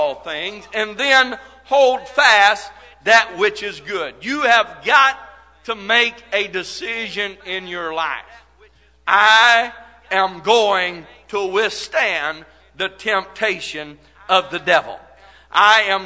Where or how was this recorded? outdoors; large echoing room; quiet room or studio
large echoing room